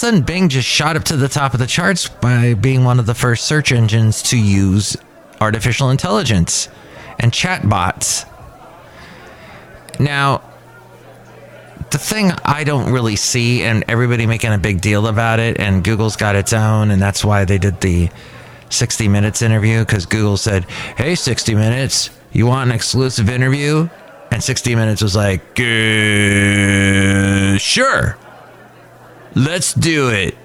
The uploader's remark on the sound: podcasts live from Cafe Anyway